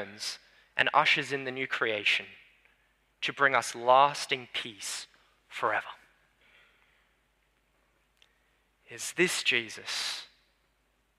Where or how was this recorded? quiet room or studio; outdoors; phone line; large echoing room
large echoing room